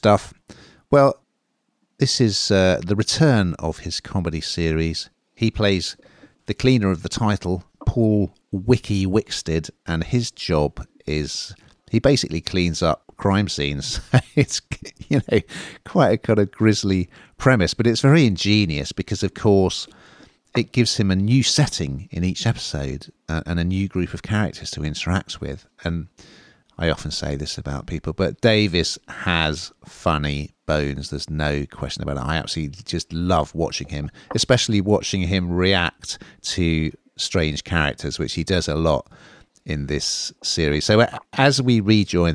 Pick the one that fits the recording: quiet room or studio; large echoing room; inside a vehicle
quiet room or studio